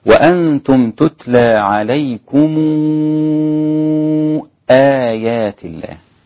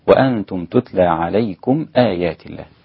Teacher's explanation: وورش طالما أن ميم الجمع جاء بعدها همزة فإنه يشبع المد 6 حركات · Shown in: first take